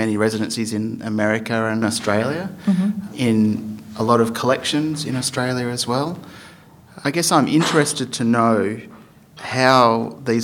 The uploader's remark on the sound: Recorded with a live audience